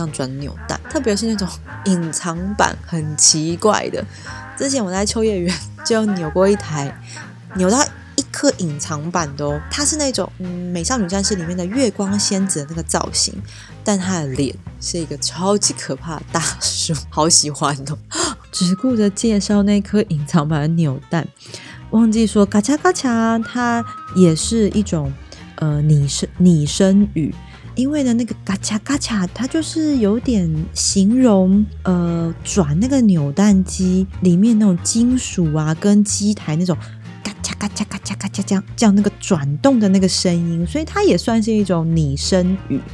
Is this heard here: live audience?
no